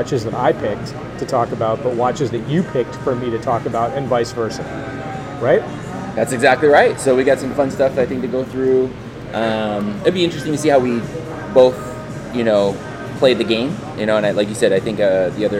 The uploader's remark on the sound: live at Ogopogo Brewing in San Gabriel to record their installment of the WatchPodCollective "Doppelgänger" series